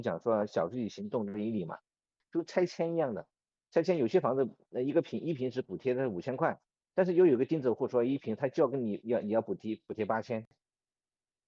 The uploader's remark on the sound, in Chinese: 本期用腾讯视频录制的，音频效果有点差强人意，还请大家多担待！